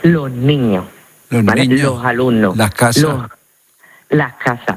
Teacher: O las S inclusivas, que son justo de las S que está delante de una consonante, pues en lugar de pronunciarla con la S, lo que hacemos es aspirarla. · Term: S aspirada